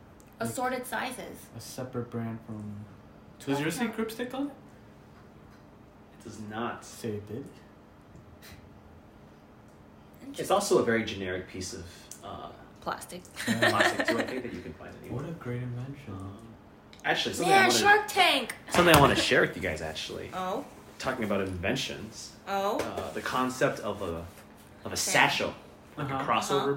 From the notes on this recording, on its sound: Excuse the random background noise, still getting a hang of equipment.